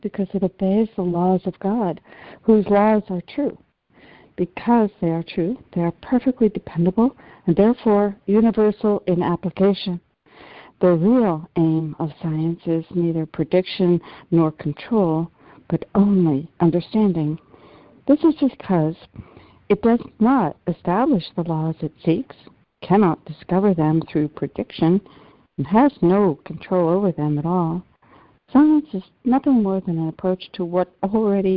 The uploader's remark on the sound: ACIM Daily Conference Call